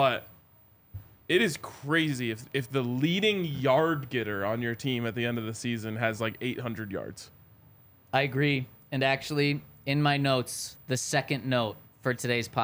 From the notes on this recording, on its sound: coming to you LIVE from the DNVR Bar